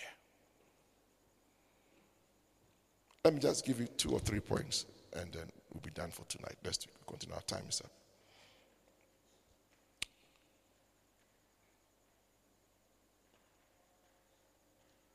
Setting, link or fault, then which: setting, large echoing room